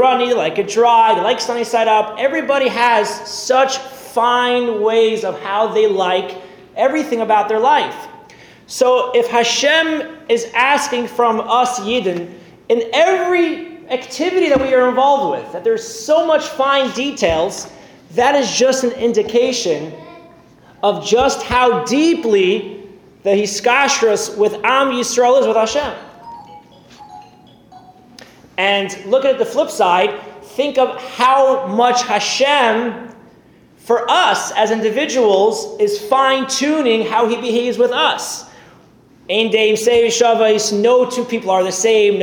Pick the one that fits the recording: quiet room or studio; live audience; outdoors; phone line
live audience